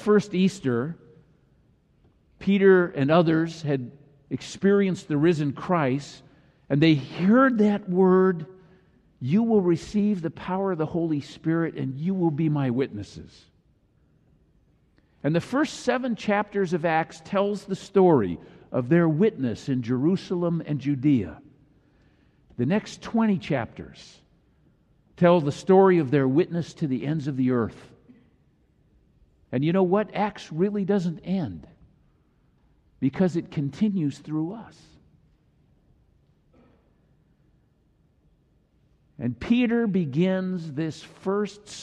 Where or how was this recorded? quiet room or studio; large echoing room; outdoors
large echoing room